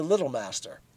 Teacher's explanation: You must pronounce this all as one word with the accent on the first syllable, like Jerry Builder.